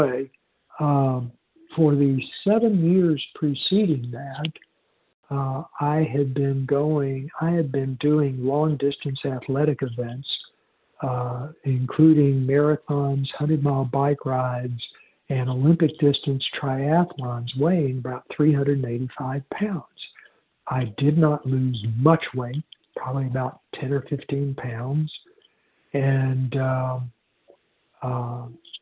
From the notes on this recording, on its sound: 100 Pounders Phone Meeting